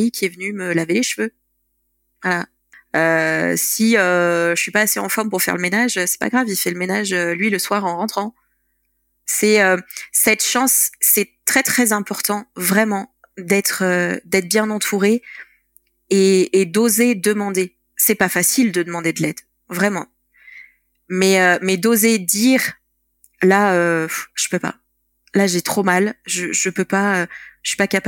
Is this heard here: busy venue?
no